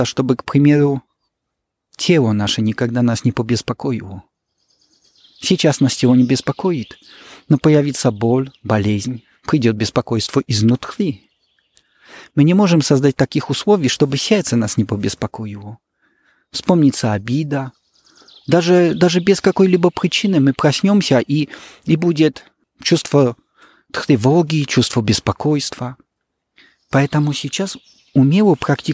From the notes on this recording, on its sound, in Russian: записать интервью во время прогулки